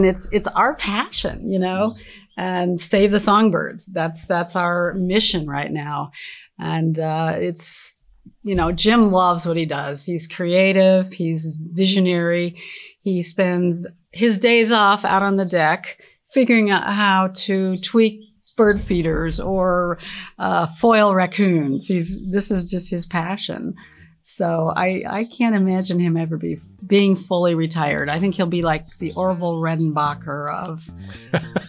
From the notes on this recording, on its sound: Outside Wolf Run’s old clubhouse—amid a cacophony of songbirds.